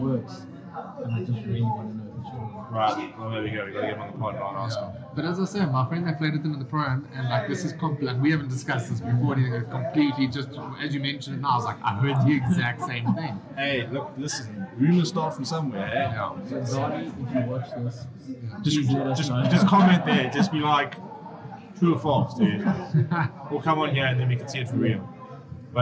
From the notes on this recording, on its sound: We apologize in advance for the quality of this episode. Due to loadshedding we were forced to record in a noisy area and some equipment failed which resulted in a poor audio quality.